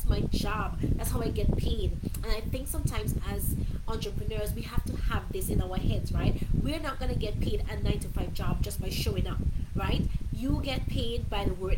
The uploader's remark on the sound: In this episode I went live from my old bedroom back in my parents house in SVG. It was super hot so the fan was on, therefore, the audio is not the best.